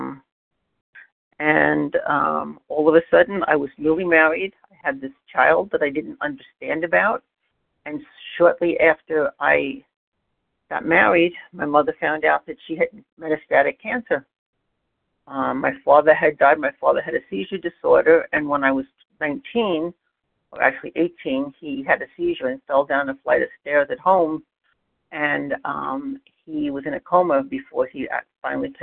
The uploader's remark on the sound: 100 Pounders Phone Meeting, 7/18/23